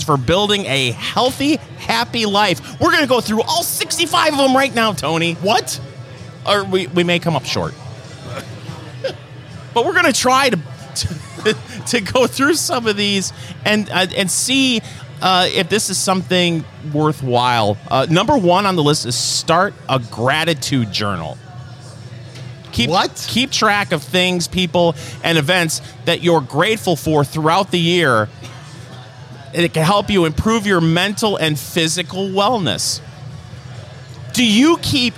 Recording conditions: busy venue